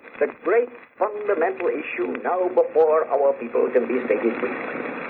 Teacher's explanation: he had a bit of a high-pitched voice, and he spoke with that very notable upper-class accent